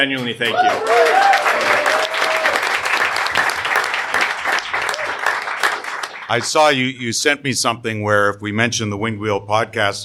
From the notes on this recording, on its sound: the live recording of the show from the third Winged Wheel Podcast Night at the LCA